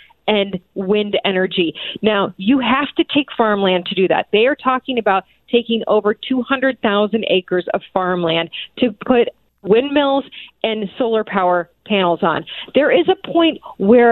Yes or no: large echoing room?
no